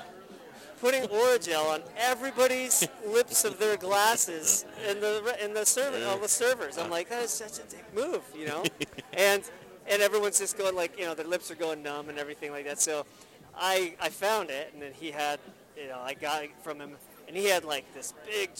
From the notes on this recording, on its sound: Live from Logan Street Denver Restaurant and Bar and Carboy Winery!